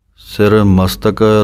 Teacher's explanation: ਸਿਰ ਮਸਤਕ ਪਾਠ ਜੋ ਹੈ ਸੱਸੇ ਦੇ ਪੈਰ ਦੇ ਵਿੱਚ ਤੱਤਾ ਹੈ, ਤੱਤੇ ਦੀ ਥੋੜ੍ਹੀ ਜਿਹੀ ਆਵਾਜ਼ ਕੱਢਣੀ ਹੈ, ਪੂਰਾ ਤੱਤਾ ਨਹੀਂ ਬੋਲਣਾ।